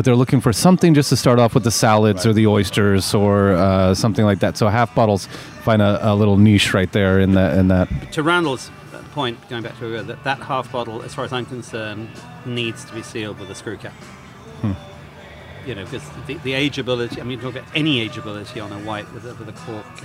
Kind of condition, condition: setting, busy venue